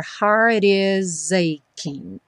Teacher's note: aqui a gente tem o T do heart, juntando com is, tendo aquela modificação do som